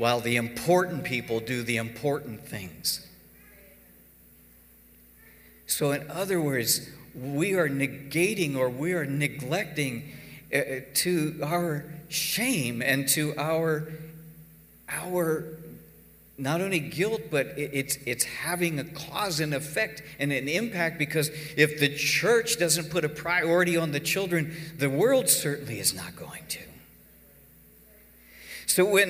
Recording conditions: large echoing room